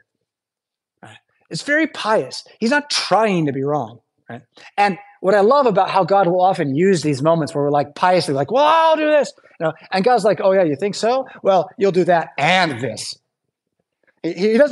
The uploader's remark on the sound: Preached at St Paul Lutheran Church , Rockford, Illinois on January 21st, 2023.